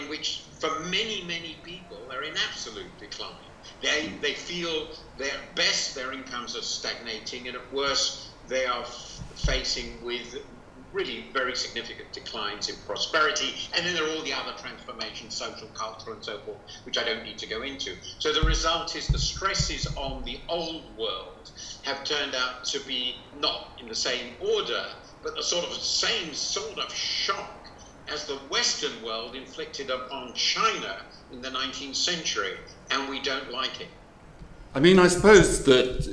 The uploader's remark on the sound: Imperfect audio quality.